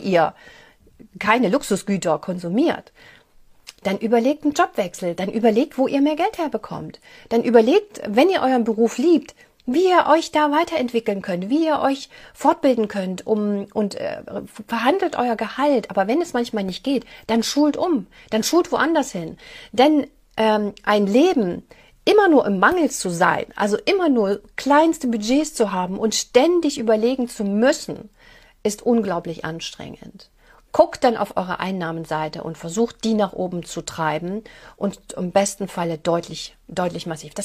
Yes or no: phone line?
no